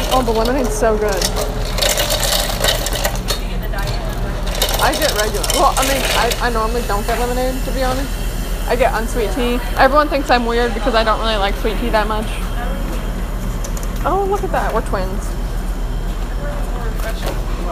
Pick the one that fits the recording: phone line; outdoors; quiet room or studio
outdoors